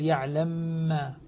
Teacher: السوسي عن أبي عمرو البصري يدغم المثلين من كلمتين إدغاما كبيرا